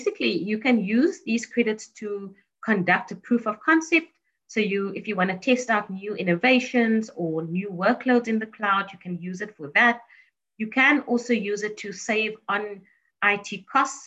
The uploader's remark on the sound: This is an audio recording of a TechSoup Connect Southern Africa virtual event hosted on 02 June 2021.